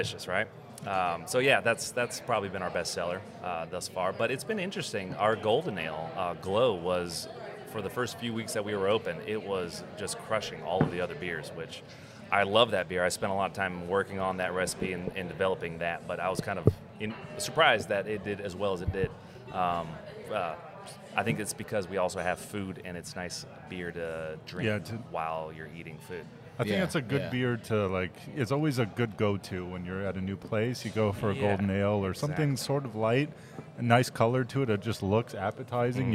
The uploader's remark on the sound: The Flights of the Round Table are reporting live from Midnight Mulligan Brewery!